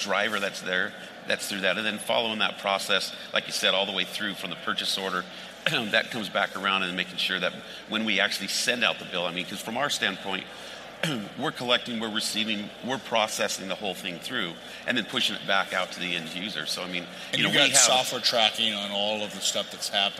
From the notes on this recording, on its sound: on the set of FreightWaves LIVE in Chicago